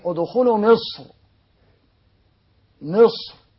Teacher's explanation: الراء الدائرة بين التفخيم والترقيق وإن كان التفخيم أولى، راء مصر الغير منونة